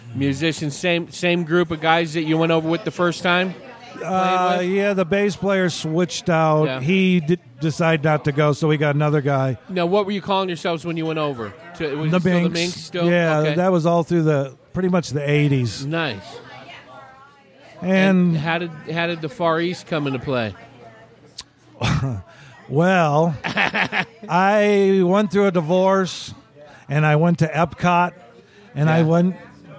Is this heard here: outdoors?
yes